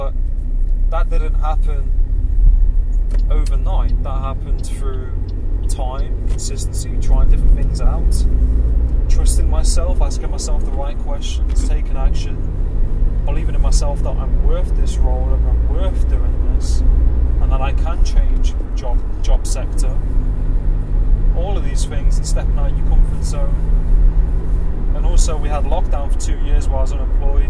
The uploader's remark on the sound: I recorded this via Bluetooth earphones while driving. You will hear the engine sounds, and car/traffic sounds.